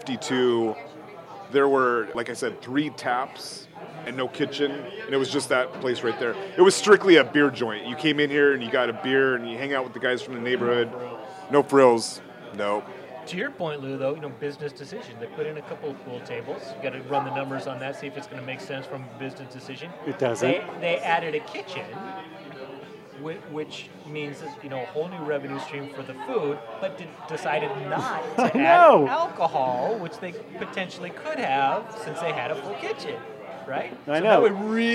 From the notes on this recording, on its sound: Recorded live at The Sloop Tavern in historic Ballard, a stone's throw from the Ballard Locks.